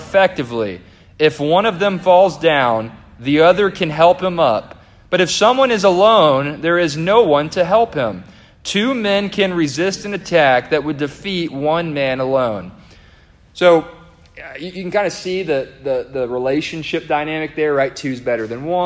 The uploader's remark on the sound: A devotional delivered to the congregation of Lifeway Baptist Church -Edna, Texas-.